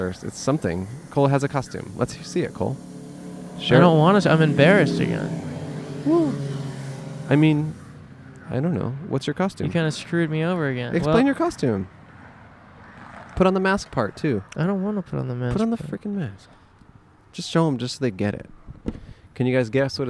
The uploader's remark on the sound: A special episode recorded outside of a popular trick-or-treating house on Halloween night! Guests include an older social media guru, some teens out on a wild hunt for candy, and tons of adorable kids.